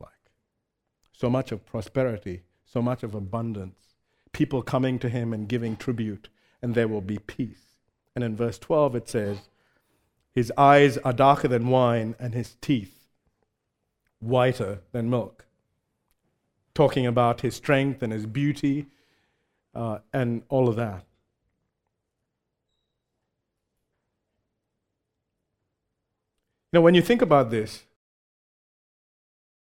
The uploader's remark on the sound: recorded live at Grace Community Bible Church